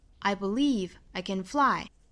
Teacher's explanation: 我们来看第一句话，它的重音是在 believe 和 fly 上面